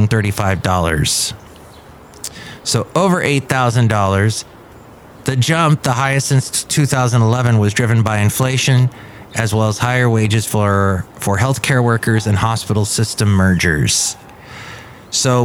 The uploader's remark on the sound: podcasts live from Café Anyway